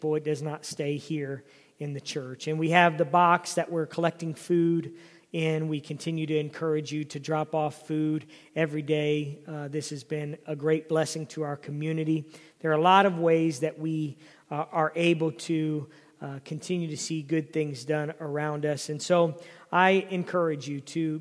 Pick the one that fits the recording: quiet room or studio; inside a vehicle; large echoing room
large echoing room